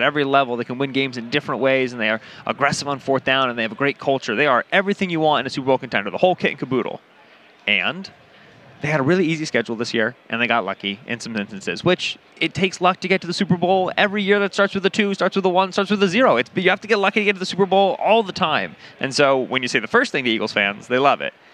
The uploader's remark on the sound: live from Radio Row in Arizona!